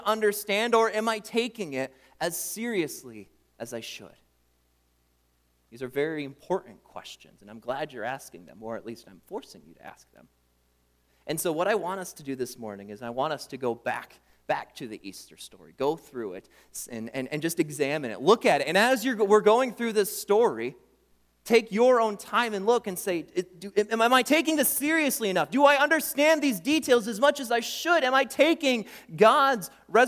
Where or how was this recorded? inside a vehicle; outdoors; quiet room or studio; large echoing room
large echoing room